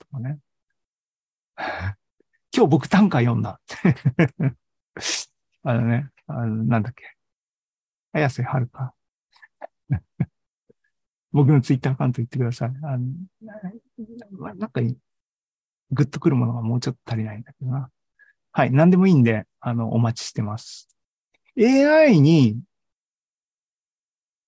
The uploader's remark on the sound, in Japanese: ２０２３年３月２９日に開催した ZOOMライブの模様です